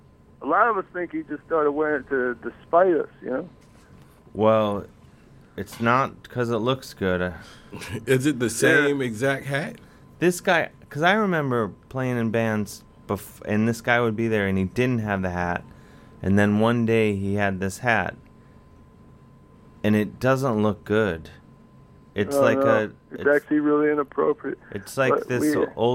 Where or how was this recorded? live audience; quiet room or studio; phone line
phone line